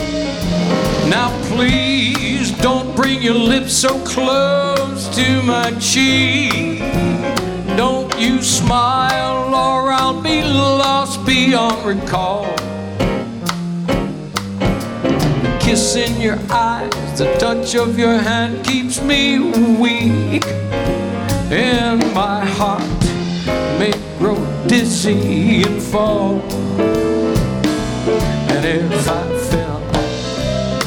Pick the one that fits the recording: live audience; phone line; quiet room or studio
live audience